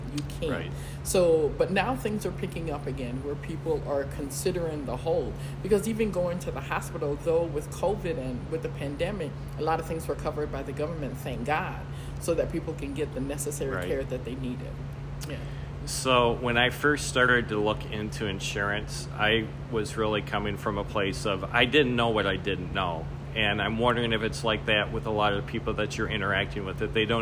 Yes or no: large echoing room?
no